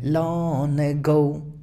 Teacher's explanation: Pero aquí se dice como va continuo, long y luego ago.